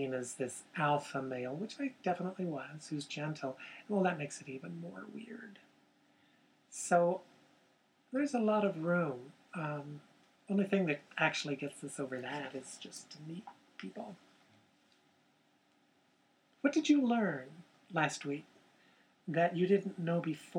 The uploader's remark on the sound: We apologize for the softer sound quality on this episode.